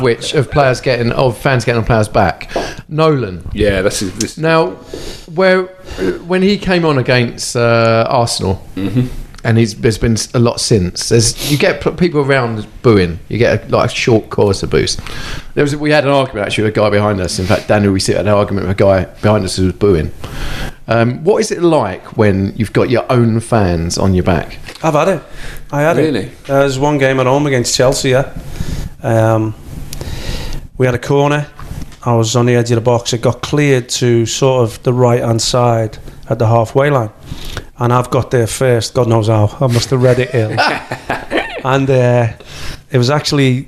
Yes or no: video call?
no